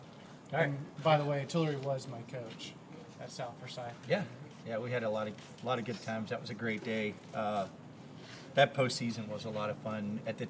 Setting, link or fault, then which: fault, background noise